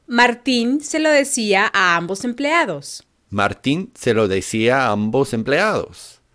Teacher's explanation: the vowels I and the following three A's will all be fused together in such a way that we don't say Martín se lo decía a ambos empleados, but rather Martín se lo decía a ambos empleados.